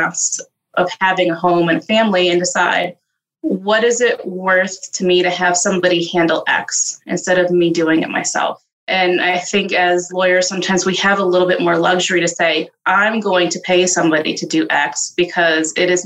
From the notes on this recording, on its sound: Recorded zoom edition.